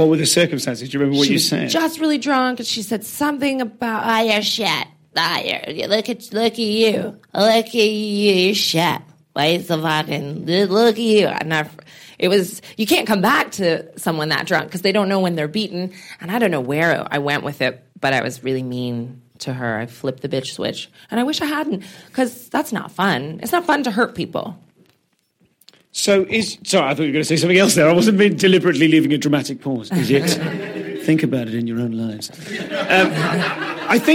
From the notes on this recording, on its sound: Live at the Edinburgh Fringe